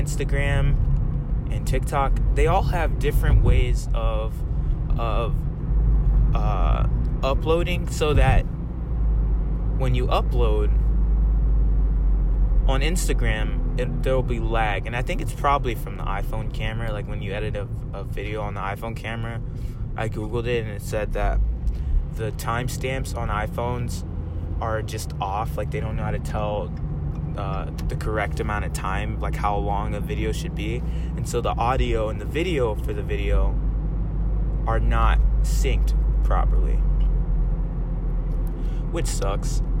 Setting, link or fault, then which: setting, inside a vehicle